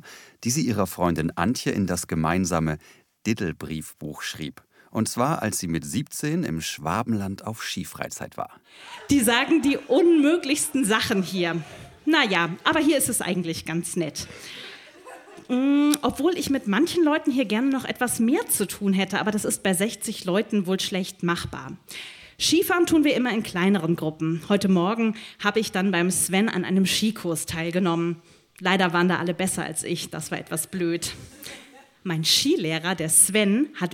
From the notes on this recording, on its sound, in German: Ausschnitte aus der Veranstaltung vom 12.10.2018 im Yoko, Hamburg. Auswahl der Beiträge von der „texte von gestern“-Liveshow am 12.10.2018 im Yoko, Hamburg. Unser tolles Publikum.